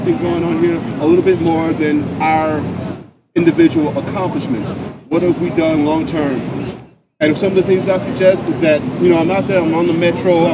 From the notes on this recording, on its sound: Live from Occupy Wall St. Zuccotti Park.